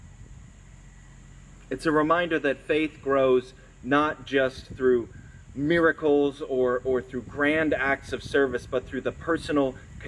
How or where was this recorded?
outdoors